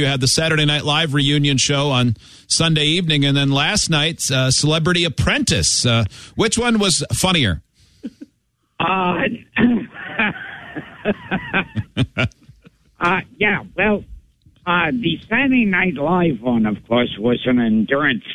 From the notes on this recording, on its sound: We were just sitting around the studio when we saw the hotline was ringing. We decided to pick the phone up anyway.